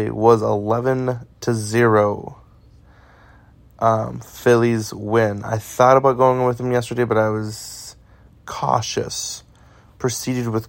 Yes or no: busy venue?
no